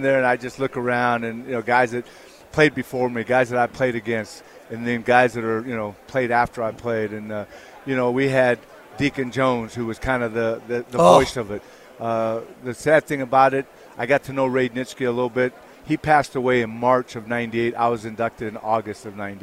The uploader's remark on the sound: LIVE FROM RADIO ROW